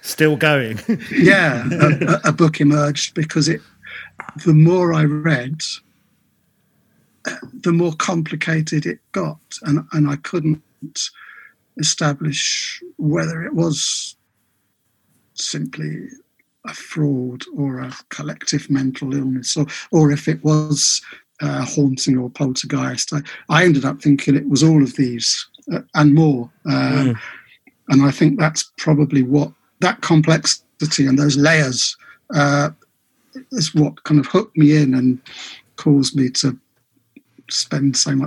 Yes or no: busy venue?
no